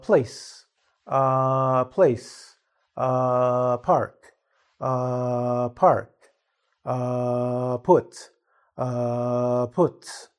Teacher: with p, just the p sound, you can hear the air explode